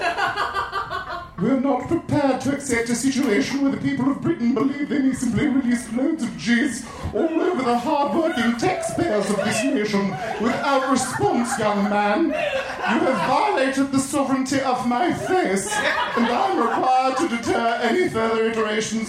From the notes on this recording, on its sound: Recorded live at The Virgil in Los Angeles, September 20, 2015.